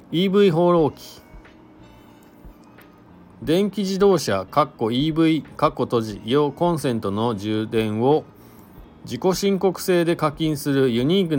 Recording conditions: inside a vehicle